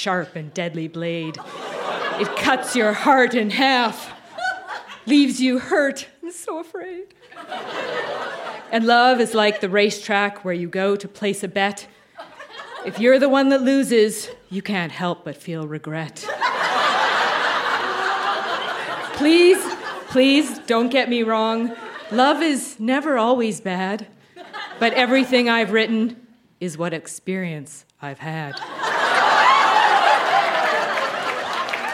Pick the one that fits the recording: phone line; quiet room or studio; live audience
live audience